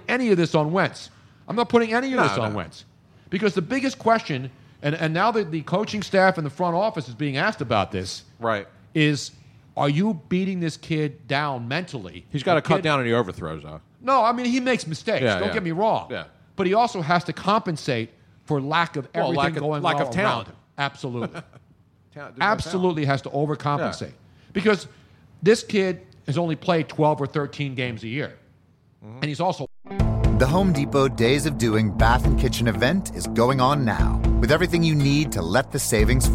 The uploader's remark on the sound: Live from MOONSHINE.